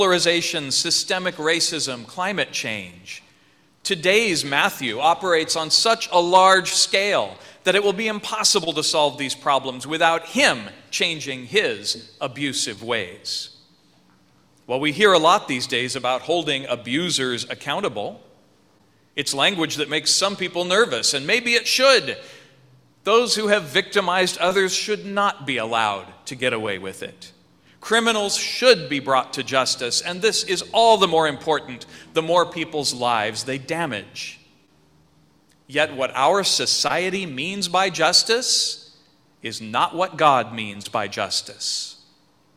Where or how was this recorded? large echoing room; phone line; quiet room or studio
large echoing room